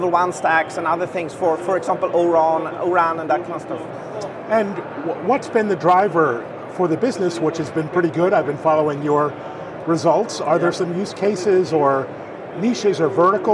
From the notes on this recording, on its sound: live from the energetic floor of Mobile World Congress